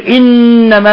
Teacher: تجد أن لسانك ينطبق على أصول الثنايا العليا انطباقا تاما ويبقى غنة من الخشوم، بحيث لو ضغطت هنا لانقطع النفس. · Term: نون مشددة